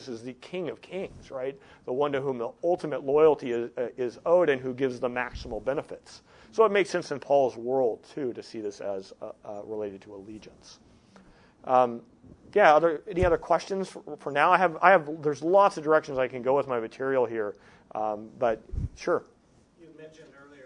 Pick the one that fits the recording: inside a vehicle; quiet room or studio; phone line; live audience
live audience